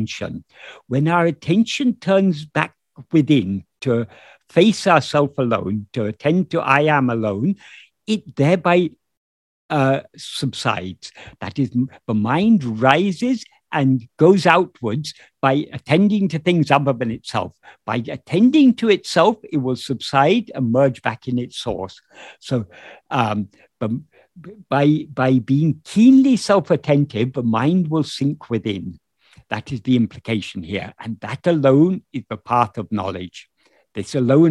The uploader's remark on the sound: In a Zoom meeting with Ramana Kendra, Delhi, on 13th March 2022